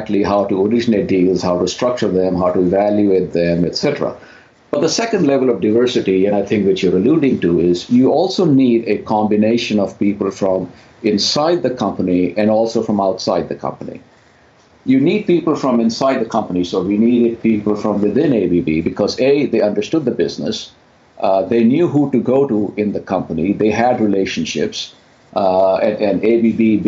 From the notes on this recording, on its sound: In a conversation via Skype